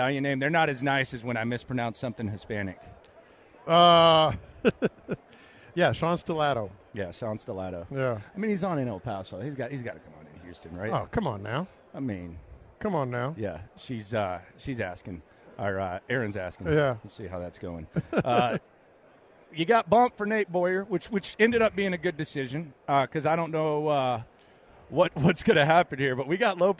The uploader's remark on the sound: In The Loop LIVE In Vegas Day 3! Live from Radio Row.